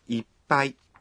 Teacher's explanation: « Ippai » n'est pas facile à prononcer. Dans « ippai », on retrouve un son étouffé. Quand vous le prononcez, vous devez suspendre votre souffle pendant un temps.